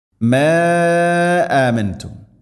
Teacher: മാ ആമൻതും മദ് മുൻഫസിൽ, മദ്ദിൻ്റെ അക്ഷരമായ ലഫിന് ശേഷം ഹംസ, അടുത്ത പദത്തിൽ നാലോ അഞ്ചോ ഹറക്കത്ത് വരെ നീട്ടാവുന്ന മദ്. അതുപോലെ ആമൻതും നൂനിനെ അവ്യക്തമാക്കി മണിക്കണം, ഇഖ്ഫാ ബിഗുന്ന.